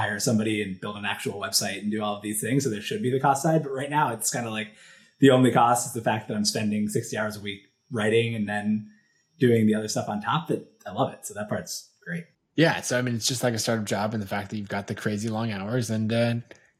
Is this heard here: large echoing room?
no